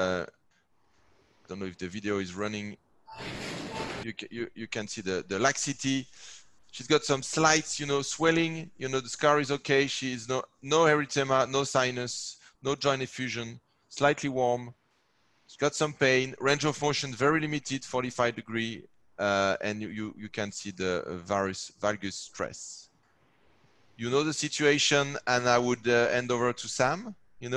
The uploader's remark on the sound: This replay from our 2020 ISAKOS Webinars features case based discussions with an expert panel.